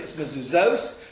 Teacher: Uch sabtom al mezuzos, not mezuzos, it's mezuzos, stresses at the end